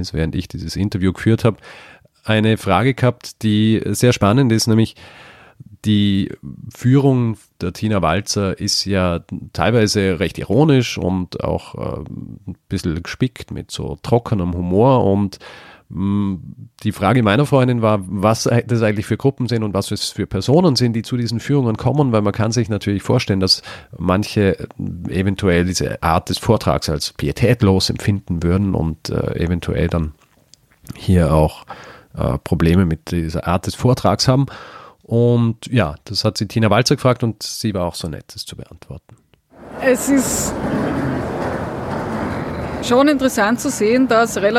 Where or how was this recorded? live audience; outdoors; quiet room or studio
outdoors